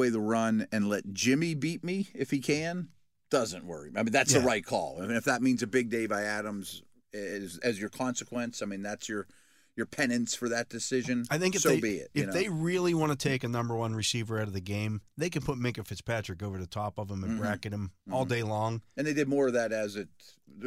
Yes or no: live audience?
no